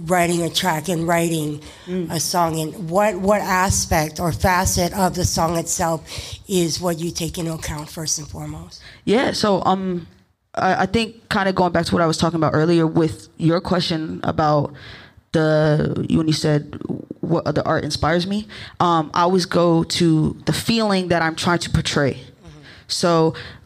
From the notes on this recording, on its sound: Recorded in front of a live studio audience at Harambe Cafe.